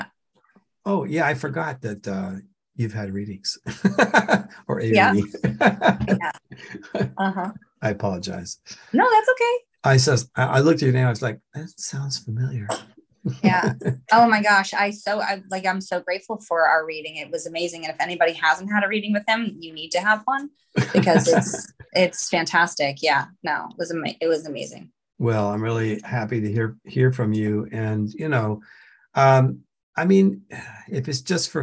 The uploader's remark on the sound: The shows are now all hosted on Zoom.